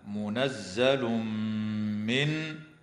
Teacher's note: ويدغم التنوين في الميم مع الغنة في قوله تعالى منزل من، وتدغم النون الساكنة في الراء من غير غنة في قوله تعالى من ربك.